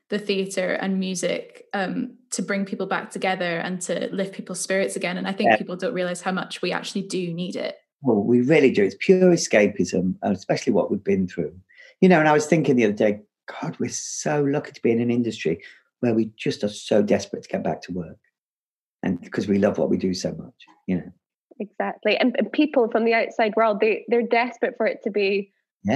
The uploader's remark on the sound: This episode was recorded over Zoom